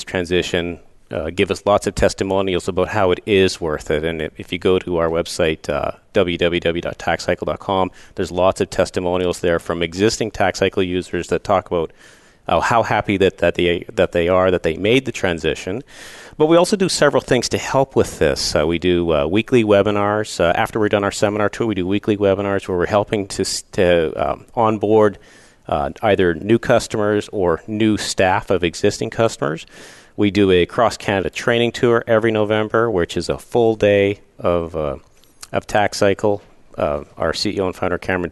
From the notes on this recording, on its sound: Live Broadcast at the The IPBC IGNITE Conference.